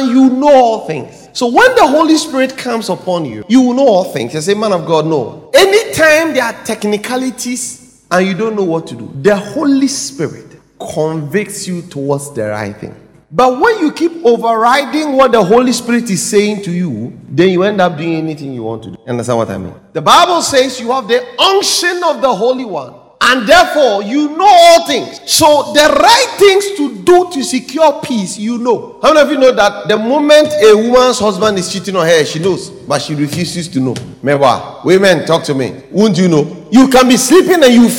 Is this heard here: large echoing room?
yes